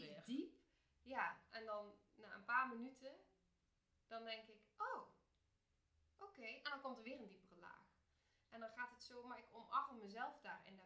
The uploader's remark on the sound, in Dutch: Het geluid van deze aflevering is heel zacht, dus raad ik je aan om hem met oortjes in of koptelefoon op te luisteren. Houd er dan wel even rekening mee dat zowel de intro als outro best hard gaat in verschil met de opname zelf.